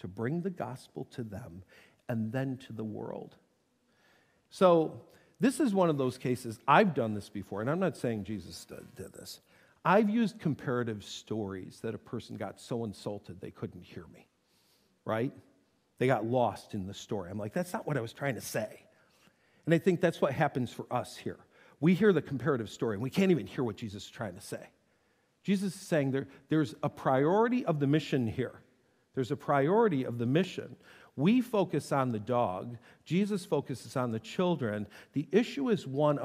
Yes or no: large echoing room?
yes